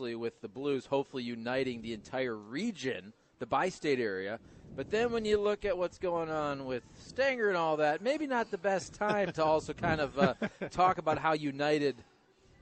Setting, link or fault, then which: setting, busy venue